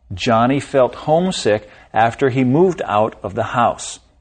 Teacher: The stress is on the first syllable, homesick.